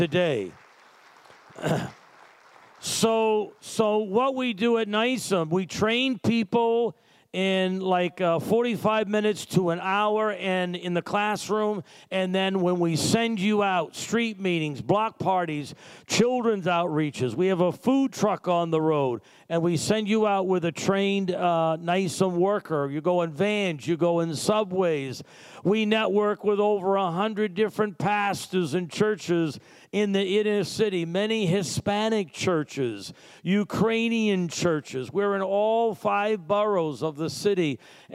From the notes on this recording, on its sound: Sunday Service Recording